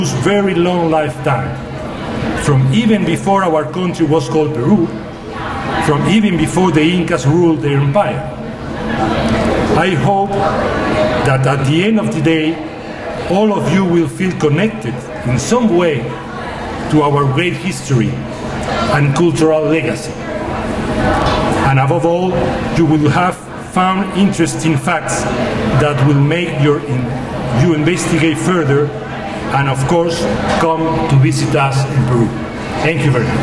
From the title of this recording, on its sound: YOP Conference- Opening Ceremony & Luncheon